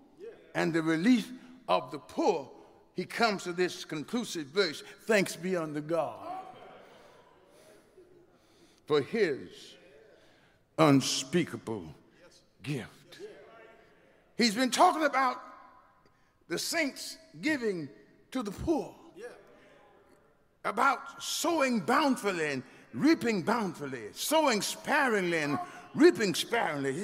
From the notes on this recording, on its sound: Recoded live at Lilly Grove Missionary Baptist Church in Houston, TX.